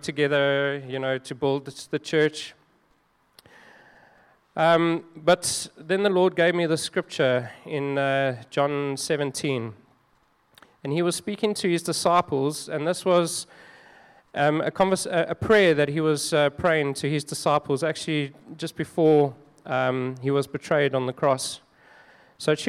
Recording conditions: large echoing room